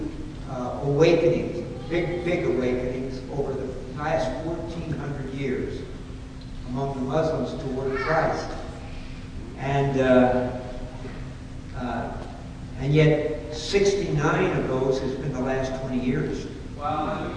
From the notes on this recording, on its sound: Unfortunately we experienced technical difficulties during this session which resulted in a poor quality recording.